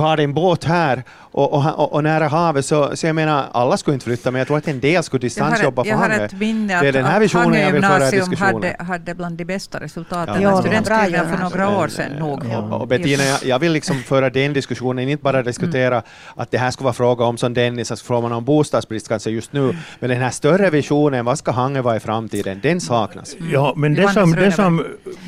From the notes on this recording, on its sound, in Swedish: Sändningen sänds live från Östra hamnen i Hangö. Publik är välkommen.